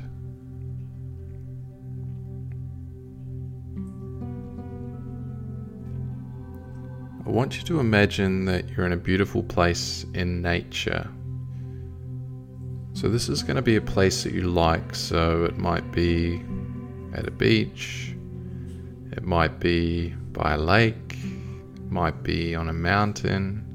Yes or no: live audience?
no